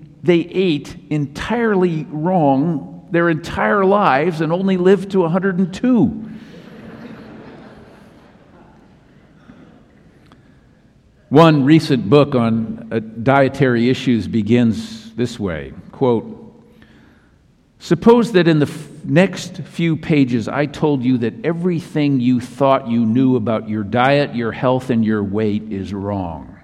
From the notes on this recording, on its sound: Message delivered during the Tradtional Worship Service.